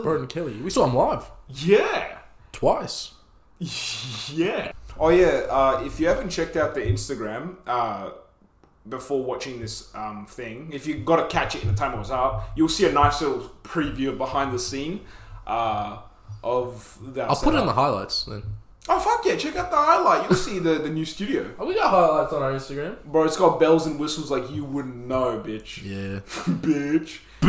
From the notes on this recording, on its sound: Sorry about the slight echo in the room we did record this in a bathroom